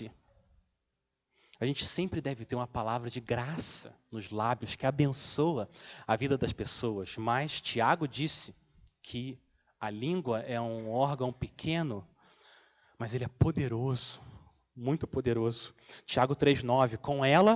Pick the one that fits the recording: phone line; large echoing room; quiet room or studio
large echoing room